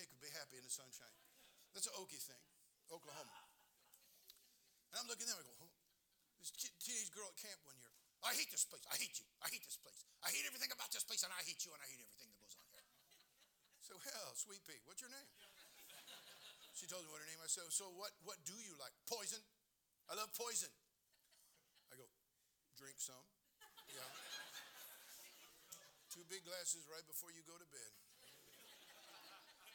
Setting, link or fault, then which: setting, large echoing room